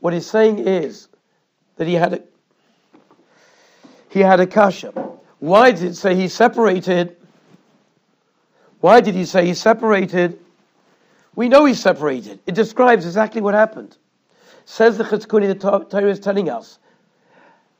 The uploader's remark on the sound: Shiur recorded in Yeshivas Ohr Reuven, Monsey, NY.